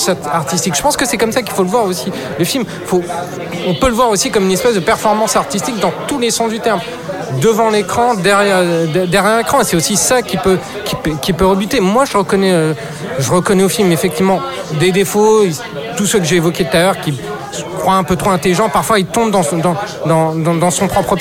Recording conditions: busy venue